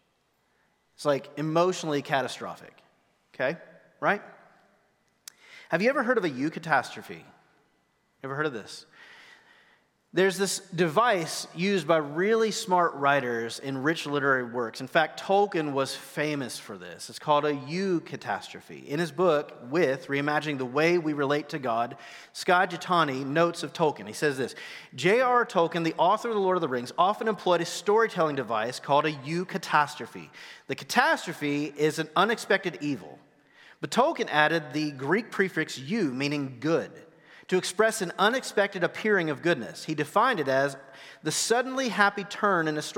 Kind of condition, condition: setting, large echoing room